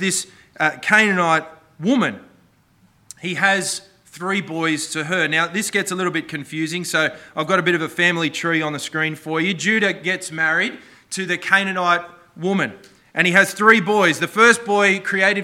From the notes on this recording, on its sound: This sermon was preached on the 21st May 2023 at all services of Helensburgh and Stanwell Park Anglican Church.